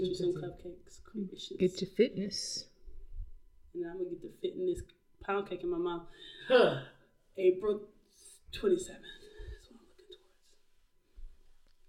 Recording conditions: poor sound quality